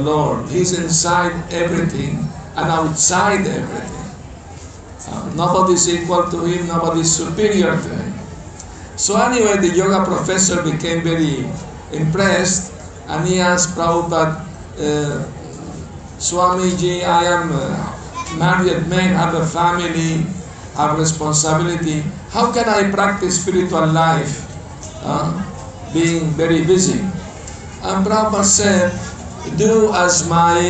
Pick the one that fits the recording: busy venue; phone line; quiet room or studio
busy venue